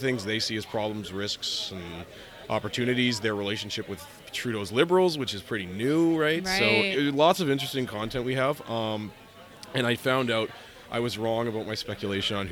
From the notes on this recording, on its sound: Record on-site at the Yukon Mining Association Investment Conference 2016 in Dawson City!